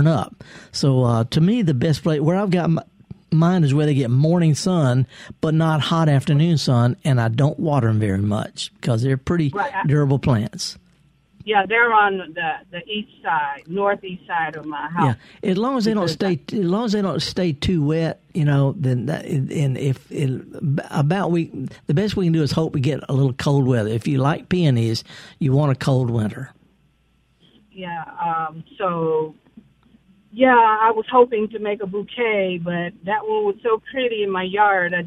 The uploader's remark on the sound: several callers